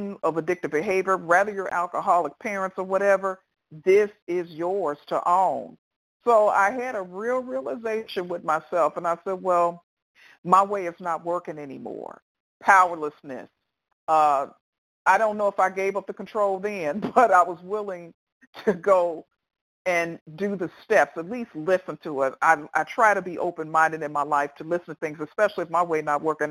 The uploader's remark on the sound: Qualification from the 100 Pounders Phone Meeting.